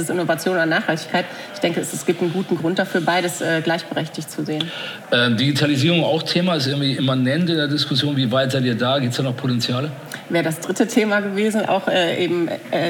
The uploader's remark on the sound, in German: im Live-Podcast auf dem Kommunikationskongress in Berlin